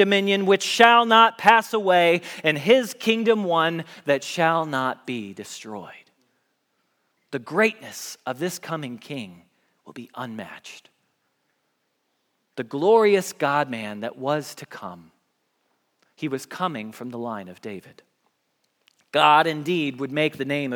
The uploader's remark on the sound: Message Preached at Valley Creek Church